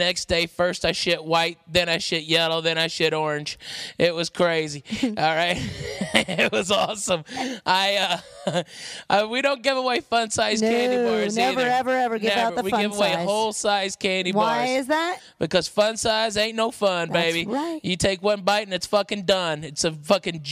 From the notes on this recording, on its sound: live from Mercy Lounge